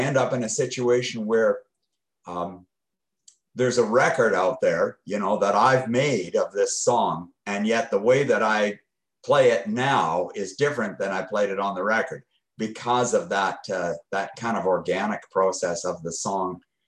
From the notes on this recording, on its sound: Original Zoom Audio. That was taken from Zoom Audio, as this was a Zoom Interview. This is the unedited, uncut version of the interview.